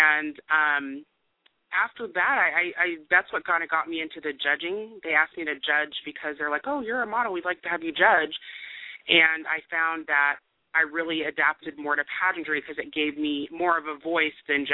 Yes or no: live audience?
no